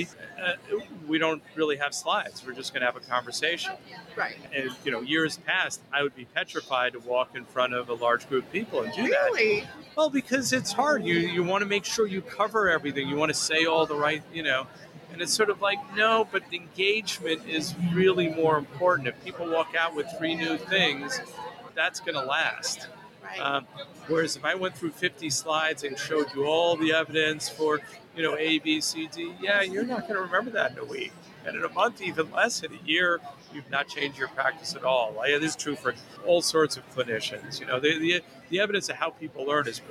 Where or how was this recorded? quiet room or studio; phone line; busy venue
busy venue